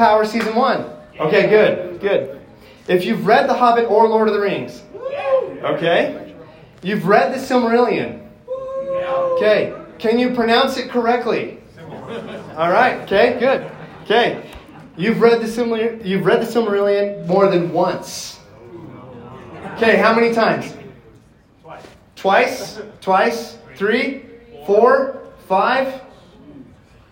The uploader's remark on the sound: My Panel at FanX 2023. My live presentation from FanX 2023.